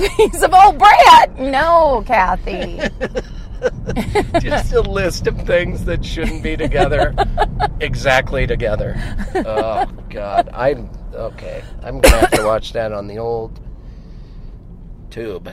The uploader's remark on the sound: back in the car